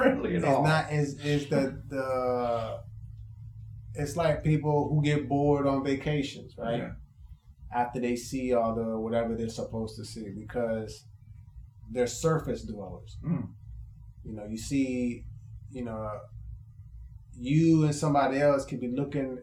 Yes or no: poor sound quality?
yes